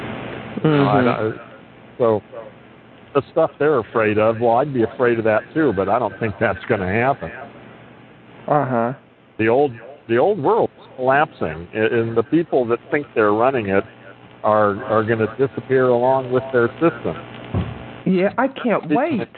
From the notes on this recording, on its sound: really bad audio